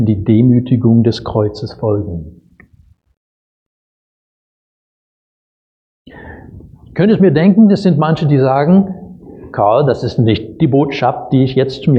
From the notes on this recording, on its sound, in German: Predigt aus dem Gottesdienst